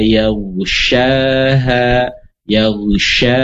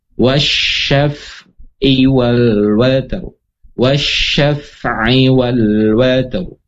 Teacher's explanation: menyebarnya suara dari makhrajnya hingga menabrak dinding gigi seri atas dan bawah · Term: sifat tafasyi